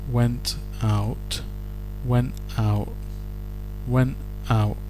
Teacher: And the glottal stop represented in the phrase went out